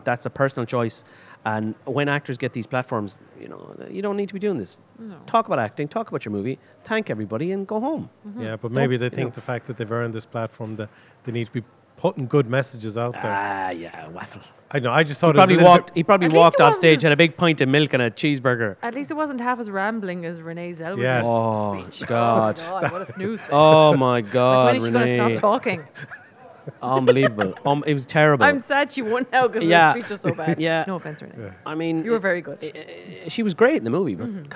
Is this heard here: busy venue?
yes